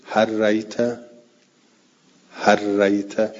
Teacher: اما عکسش جایزه، لام رو تو ر ادغام بکنیم، کما جاز ادغام اللام فی الراء، یعنی برعکسش، مثل هل رأیت رو بگویم هر رأیت، هر رأیت، یعنی لام تو ر ادغام بشه